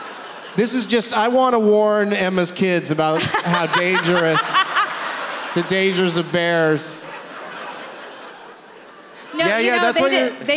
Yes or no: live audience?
yes